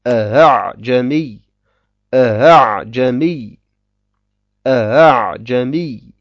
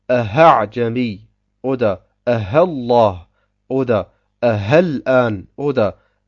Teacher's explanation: Und wir müssen allerdings bei der zweiten Hamza Tashil anwenden · Shown in: first take · und sagen أعجمي أعجمي أعجمي.